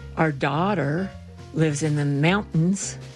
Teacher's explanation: Coloradoans don't pronounce T's in the middle of words. It's kind of like you could say, our daughter lives in the mountains, but not in Montrose or Minern.